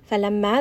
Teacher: Mim has a shadda, so make sure that you do bring this up into the nose and give it some gunna. فَلَمَّا، so bring this up into the nose and spend just a little bit of time on this.